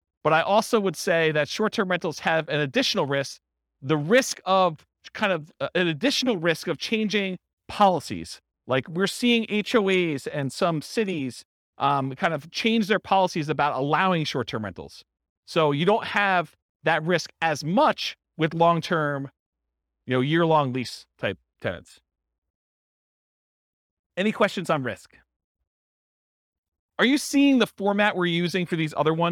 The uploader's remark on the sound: This was a live class recorded